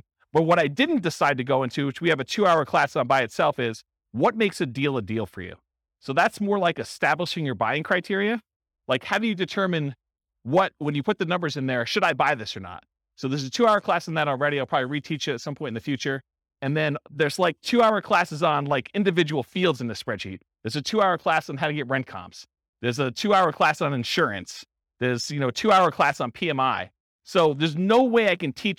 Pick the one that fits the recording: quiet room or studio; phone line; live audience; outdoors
live audience